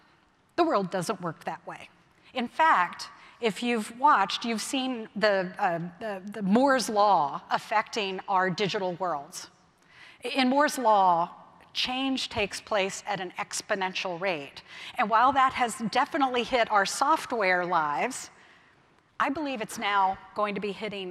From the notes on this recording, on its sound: keynote speech from May’s Automate conference in Detroit